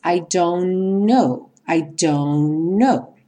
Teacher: Nesse caso, a gente vai ter a junção dos dois N's.